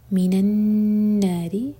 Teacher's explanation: نون مشدد پر غنہ اور ری باریک